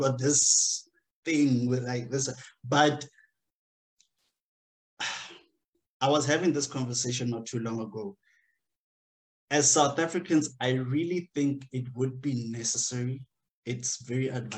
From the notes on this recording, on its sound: The series is webcast via Zoom